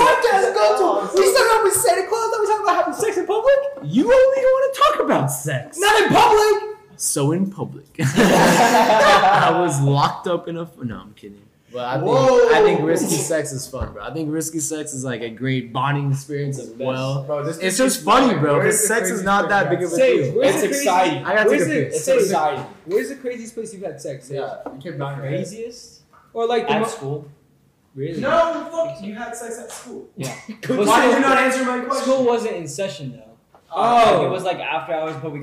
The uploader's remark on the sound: This is our very first podcast that we tried to make, this was a pure trial run however the equipment to make the audio 100000x is on its way.